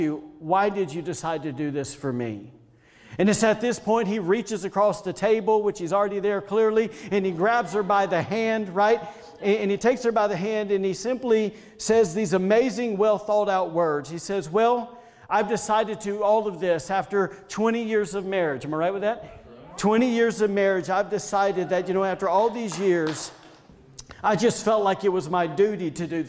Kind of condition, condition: setting, large echoing room